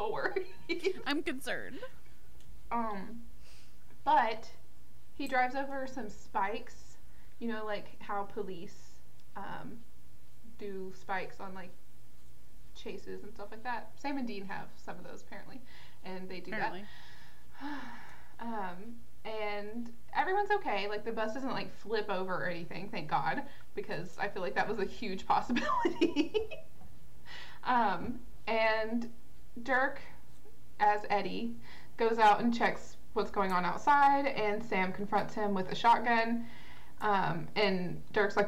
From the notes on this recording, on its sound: The audio is just not that great in this episode and we’re sorry about that.